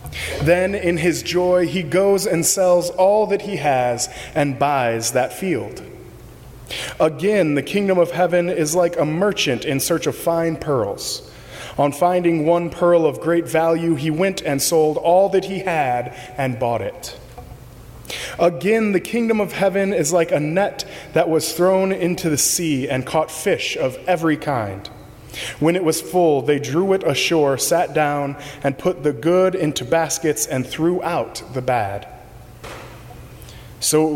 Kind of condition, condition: setting, large echoing room